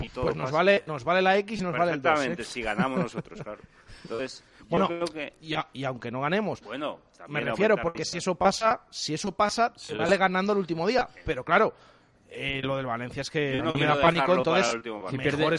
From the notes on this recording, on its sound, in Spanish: Tertulia de aficionados. En directo desde el HOTEL LA VEGA.